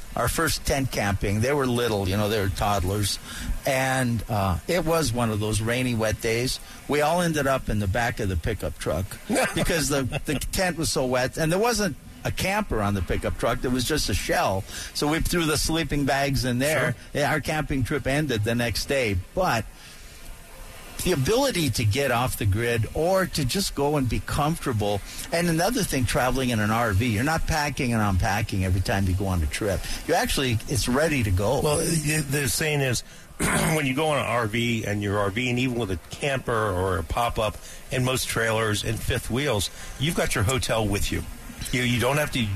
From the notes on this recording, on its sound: live from the AMP Expo